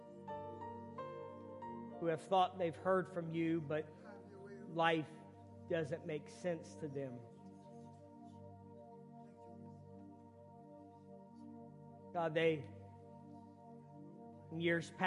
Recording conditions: large echoing room